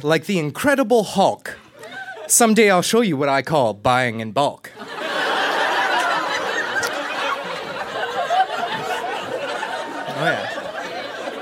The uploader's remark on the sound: Recorded live at Yuk Yuk's in Ottawa.